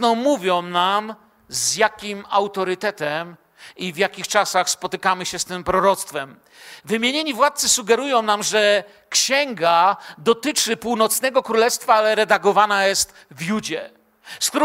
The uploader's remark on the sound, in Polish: Wykład został nagrano podczas środowego wieczoru z Bożym Słowem w Kościele „Filadelfia” Bielsko Biała